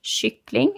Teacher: So when you pair that with the K that's in front of it, the K goes from being a hard sound. So it's not K anymore, it's SH.